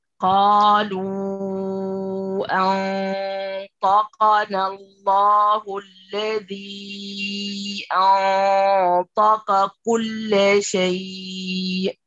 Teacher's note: كل القافات نفس النسق، كلها مفخمة